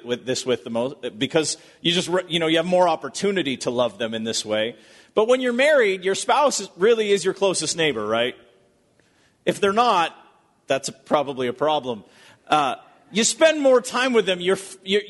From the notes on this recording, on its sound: Recorded at Bethany Church in Bloomington, MN.